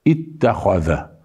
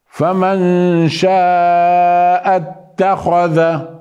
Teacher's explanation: أردنا أن نلفظها وحدها نأتي بهمزة قطع نقول التاء اتخذ، لكن إذا أردنا الوصل لا نأتي بهمزة القطع إنما نأتي بهمزة وصل · Shown in: second take